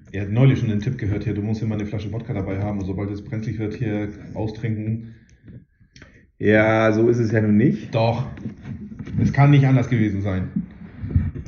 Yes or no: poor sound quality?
yes